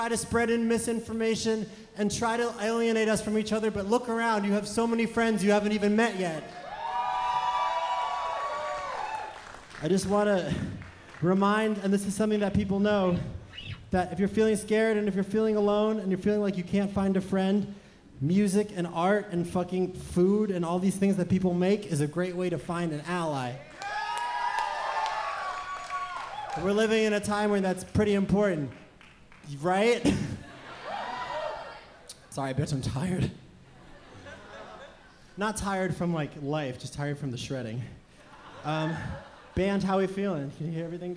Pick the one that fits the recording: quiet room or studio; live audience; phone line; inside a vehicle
live audience